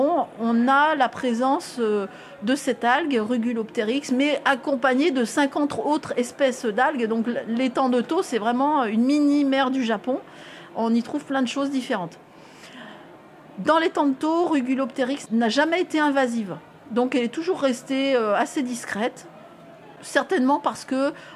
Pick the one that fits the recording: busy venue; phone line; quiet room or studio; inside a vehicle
busy venue